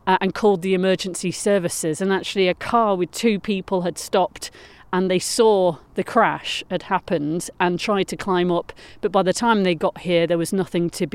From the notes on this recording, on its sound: They were recording sat at the memorial site on Bramah Edge.